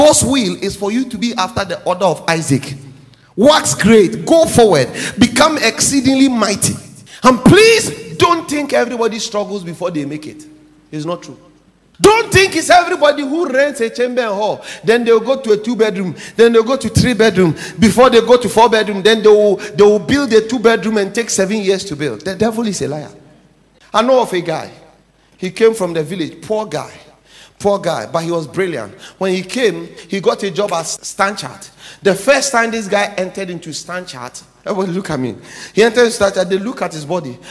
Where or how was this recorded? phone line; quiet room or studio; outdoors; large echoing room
large echoing room